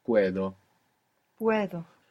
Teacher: D is quite soft when it comes in the middle of a word in Spanish rather than a hard D